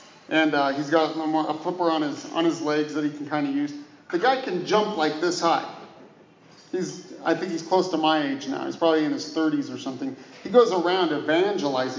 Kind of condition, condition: setting, live audience